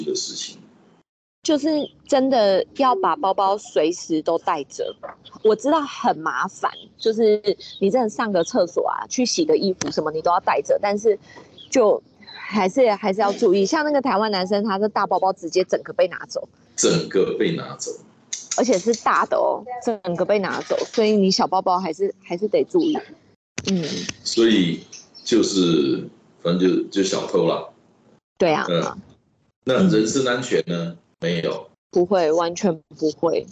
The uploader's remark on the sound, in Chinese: 本集於住宿公共空間進行錄音，故會出現些許背景音，若影響收聽品質請見諒!